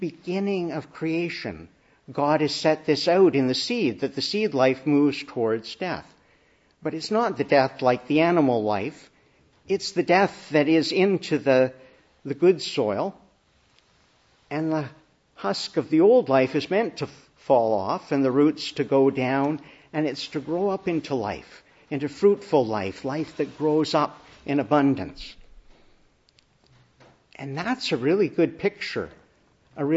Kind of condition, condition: setting, large echoing room